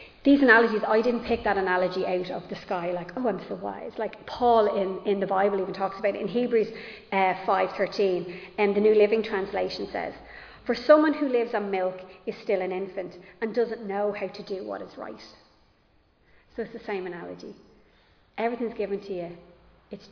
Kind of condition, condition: setting, large echoing room